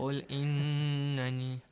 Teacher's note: But what? It means you have to produce a nasal sound. And extend it for two counts.